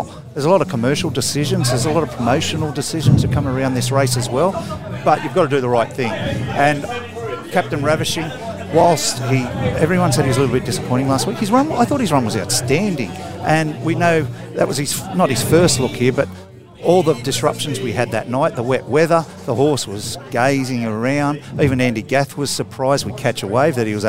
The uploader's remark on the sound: We're bringing you this episode of The Sprint Lane live from the barrier draw of the Miracle Mile at the Club Menangle Country Club.